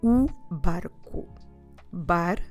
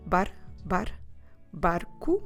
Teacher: the tip of your tongue will hit just before your teeth, just once · Term: single R